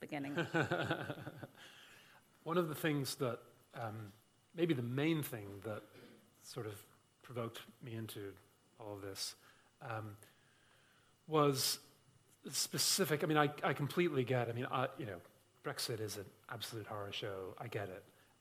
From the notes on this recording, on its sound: Listen to our annual Conversations event recorded at The Little Museum in December 2019.